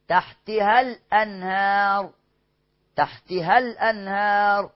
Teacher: الأنهار مد طبيعي وصلا وقفا قصدي مد طبيعي وقفا لو تقف على كلمة تحتها تقول من تحتها، لكن لو وصلت تحتها الأنهار، تحتها الأنهار، مد الألف هيتلغي وهمزة الوصل هيتلغي